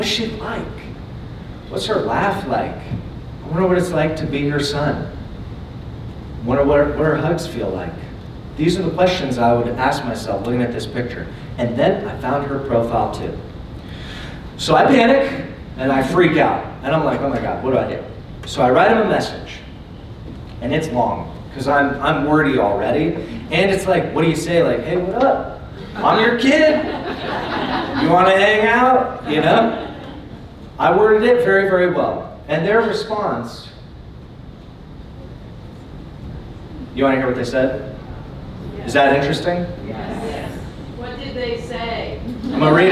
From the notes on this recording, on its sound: Keynote Presentation from Emergence '23. I recently presented at the annual Emergence Conference in Orange County.